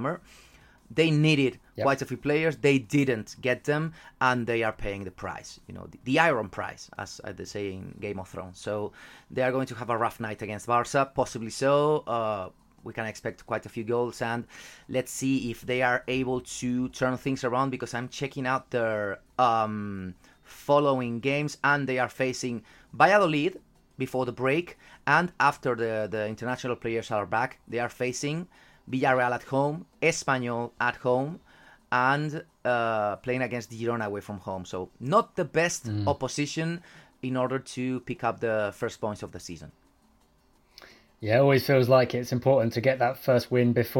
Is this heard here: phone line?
no